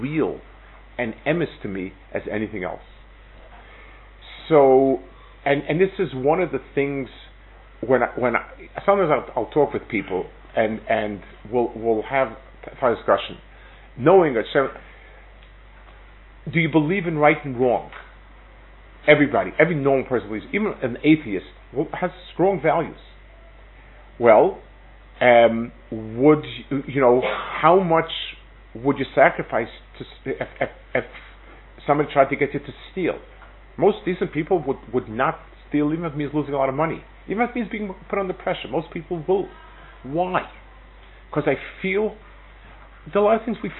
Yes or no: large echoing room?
yes